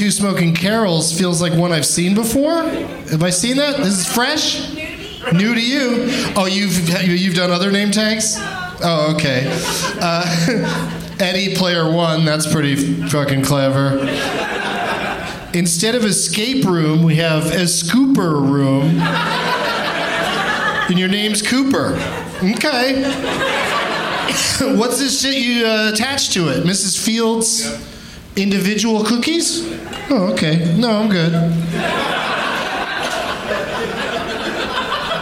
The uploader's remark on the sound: Live from Hyena's Comedy Nightclub in Dallas